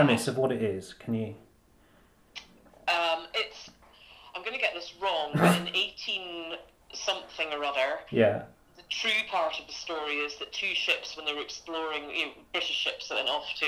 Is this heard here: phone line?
yes